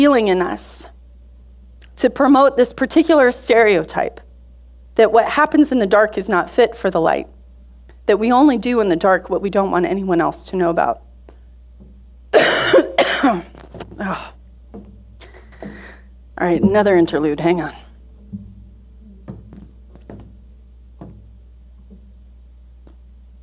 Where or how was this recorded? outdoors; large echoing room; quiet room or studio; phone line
large echoing room